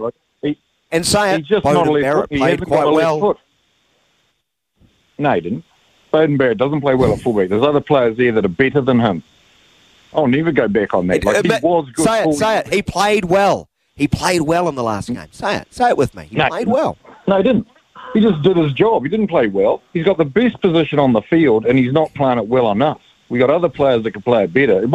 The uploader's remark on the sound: We've thrown the phonelines open for you to have your say